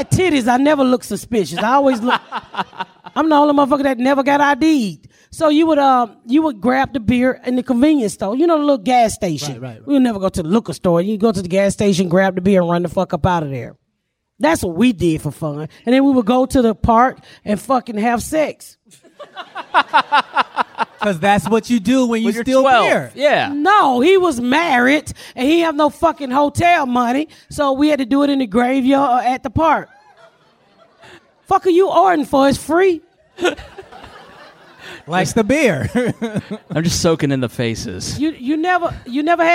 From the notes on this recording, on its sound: Live at Sketchfest. We are live in San Francisco at Sketchfest!